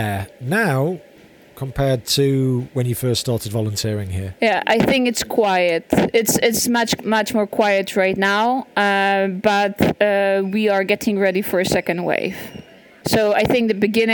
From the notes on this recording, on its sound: Recorded in Kraków, Poland. Volunteering at Kraków train station. I was lucky to record this - it was around 8:30am and the station wasn’t yet heaving. A number of trains from the Polish/Ukrainian border arrived.